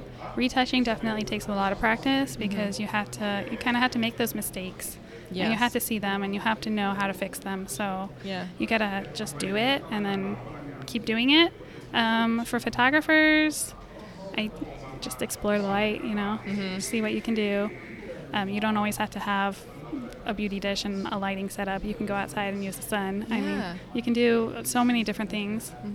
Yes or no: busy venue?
yes